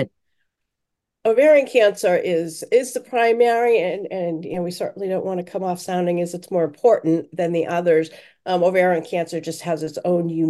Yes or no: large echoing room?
no